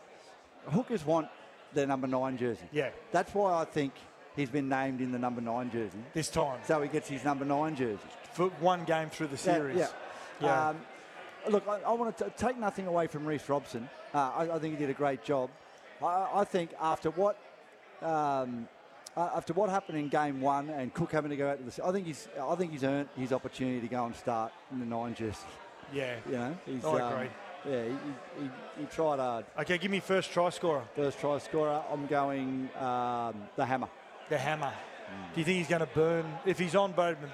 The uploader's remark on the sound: Live from The Sporting Globe in Logan